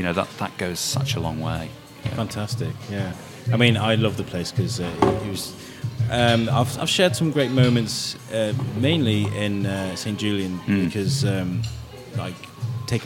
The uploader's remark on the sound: THIS EPISODE FEATURES 2 INTERVIEWS. BOTH INTERVIEWS ARE SET IN BUSY CAFES, WHICH IS A SOUND I REALLY LIKE. RECORDED AT BIRDS NEST CAFE SITUATED IN THE MARKET HALL.